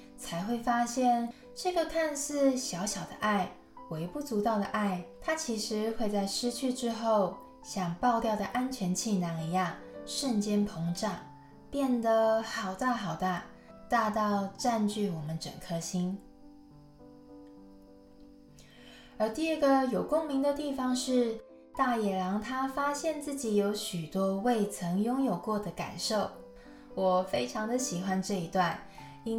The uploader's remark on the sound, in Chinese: 在山上錄音就會把蟬的聲音錄進去。請大貓咪們小貓咪們多包容剪不好的聲音。錄音設備：Zoom l8。